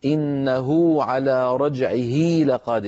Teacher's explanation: إنه بدل أن يقول إنه على رجعه لقادر يقولون إنه على رجعه لقادر، فيطولون صوت الضمة فيتولد من التطويل واو · Term: مد الصلة الصغرى